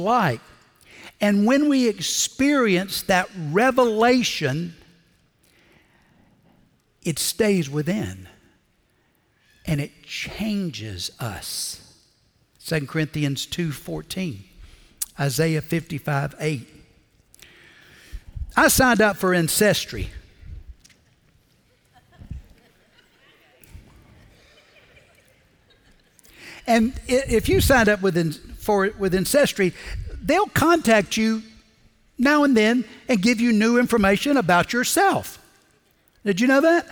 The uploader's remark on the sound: Recorded Live at Brookwood Church.